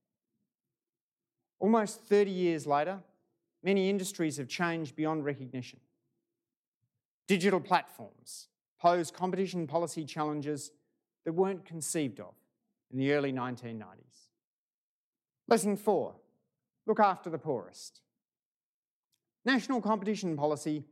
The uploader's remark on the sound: This recording is from a live event held at the University's Chau Chak Wing Museum on Monday 17 October.